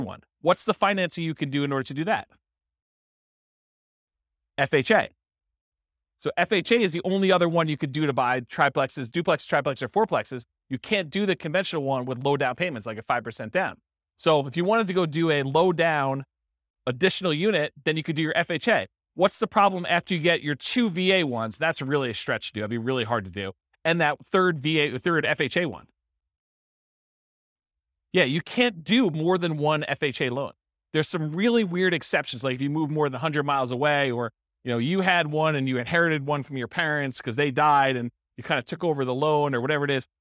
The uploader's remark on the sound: This was a live class recorded